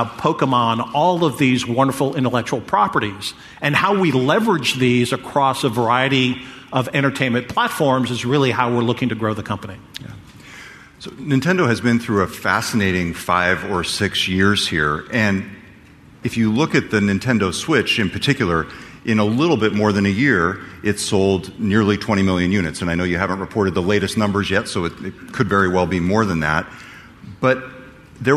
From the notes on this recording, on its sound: Recorded live at the GeekWire Summit.